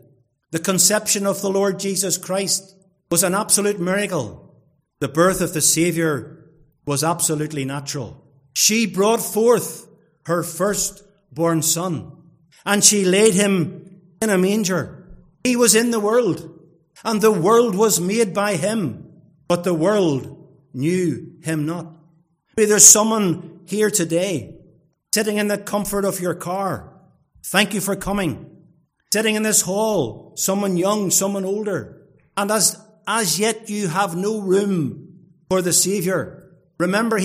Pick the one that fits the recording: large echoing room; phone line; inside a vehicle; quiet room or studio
large echoing room